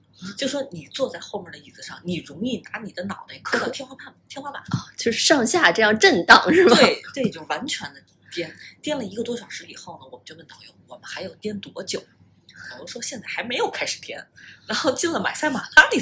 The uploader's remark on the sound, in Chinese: 本期受两个录音设备交替影响，音量可能不一致，见谅